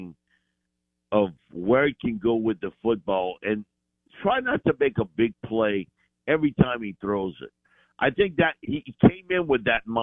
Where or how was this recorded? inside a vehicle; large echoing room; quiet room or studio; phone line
phone line